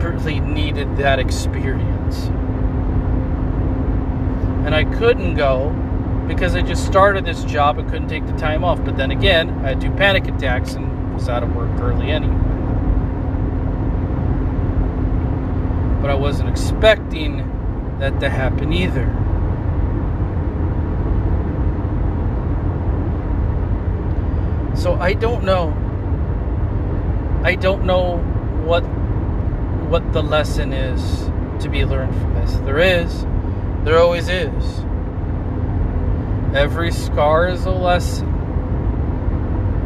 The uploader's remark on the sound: My first episode recorded in my car sorry if audio quality is bad.